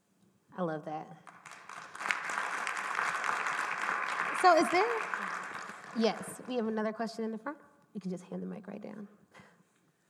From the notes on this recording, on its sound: This is part three of the live taping